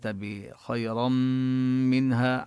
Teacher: التي سبقت بفتحة، والراء هنا بخيرا مفخمة، وحكم التنوين الإدغام بغنة، ندغم النون التي في التنوين بالميم بغنة فيصير عندي ميم مشددة والميم هو حرف غنة، نبين الغنة بخيرا منها على هذه الميم